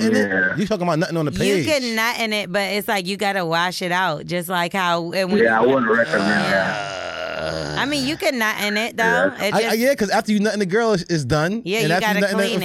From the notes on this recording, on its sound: Took some voicemail's. We opened up the phone lines.